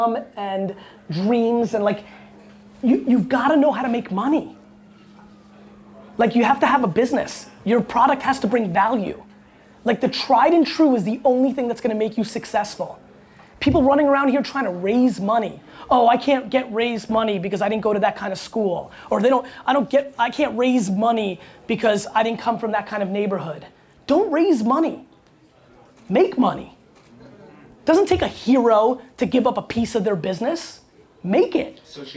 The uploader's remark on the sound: Just opened a brand new co-working space in NYC called Blueprint + Co. To open the doors he had me join him on stage for a great fireside chat and Q&A.